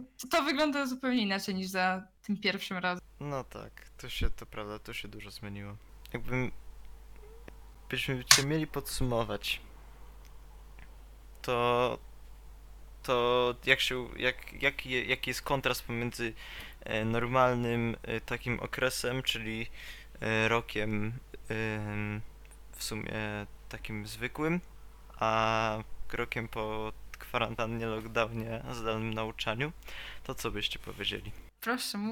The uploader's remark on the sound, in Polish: wiemy, że były pewne niedociągnięcia z audio